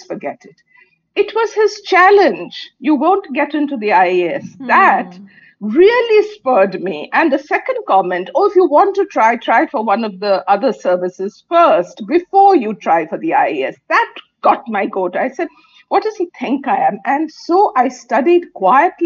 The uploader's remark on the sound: This conversation was recorded over zoom.